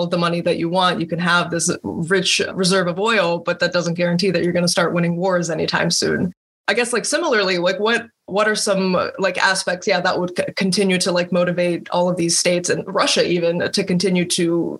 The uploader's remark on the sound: This episode was recorded on October 24th, 2022 via Zoom.